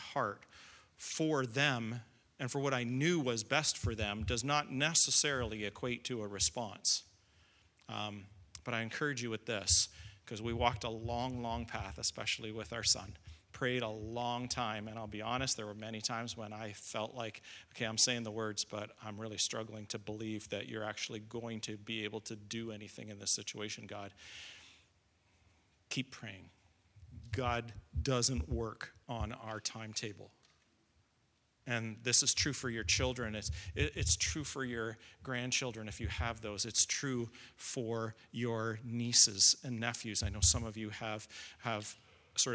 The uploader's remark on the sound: Recording of Sunday morning service